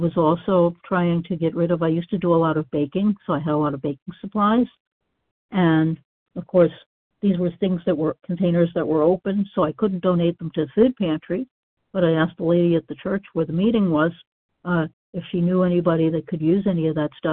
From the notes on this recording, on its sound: 100 Pounders Phone Meeting, 3/30/23.